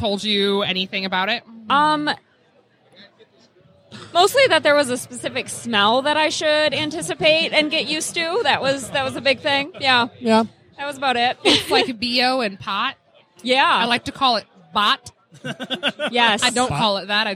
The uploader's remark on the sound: live on the con floor at Astronomicon